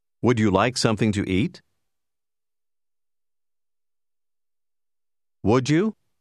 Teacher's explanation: In una conversazione piuttosto spedita, le parole tendono a legarsi l'una con l'altra. Nella domanda appena ascoltata, would, you, si uniscono in modo da generare il suono giù.